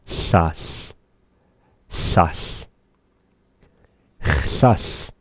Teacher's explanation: as we make that ah vowel, the tongue gets lifted from the roof and back up to the roof of the mouth when we return to the s sound.